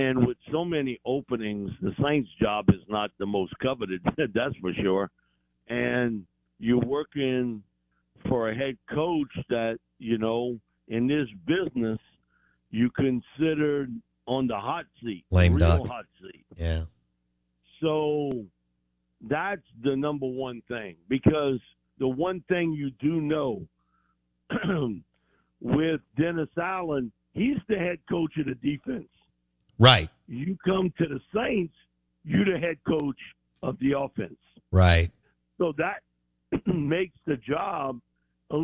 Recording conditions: phone line